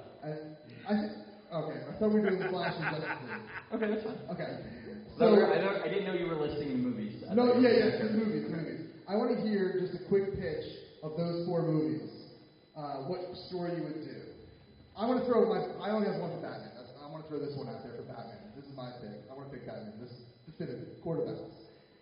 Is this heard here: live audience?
yes